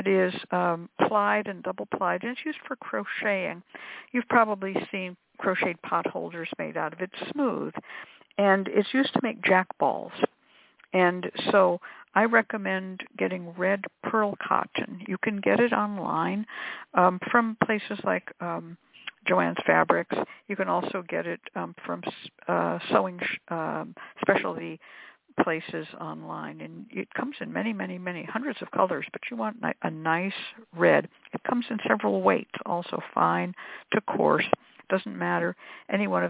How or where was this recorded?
phone line